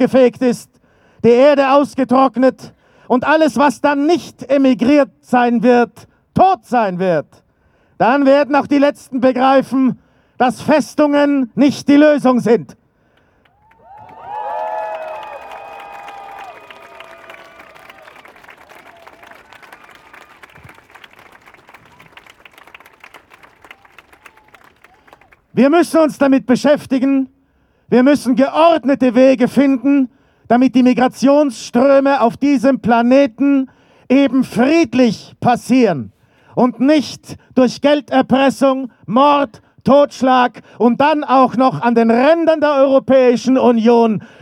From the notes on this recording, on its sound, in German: Demokratie-verteidigen-Kundgebung von Fridays for Future. In Wien. An einem Lichtermeer unter dem Titel „Demokratie Verteidigen“ von Fridays For Future vor dem Parlament. Unbearbeitete Aufnahme der Reden auf der Kundgebung.